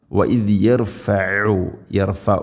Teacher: തൊണ്ടയുടെ മധ്യഭാഗമാണ് ഐനിൻ്റെ മഹ്റജ്, കൃത്യമായിട്ട് ഉച്ചരിക്കണം.